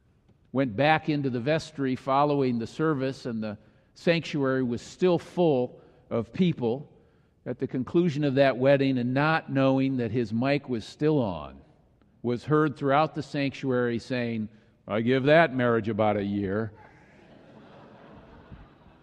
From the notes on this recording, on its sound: was delivered during the Traditonal Worship service